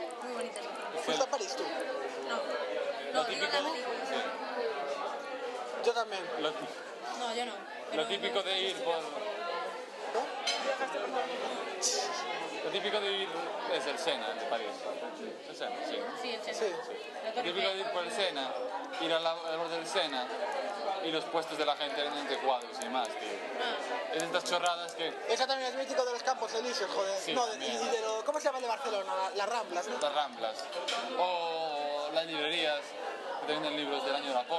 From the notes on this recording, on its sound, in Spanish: Lo grabamos en un bar,de nuevo. Episodio Grabado en Lugo en una excursión al teatro que hicimos. Lo grabamos en un bar,de nuevo.